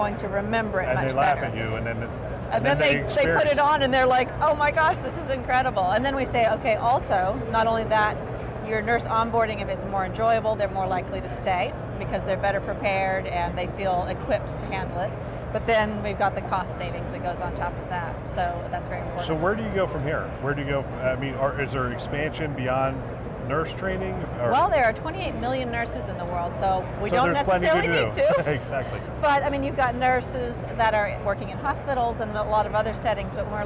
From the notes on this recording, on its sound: It’s an Interview in Action live from HLTH ‘22.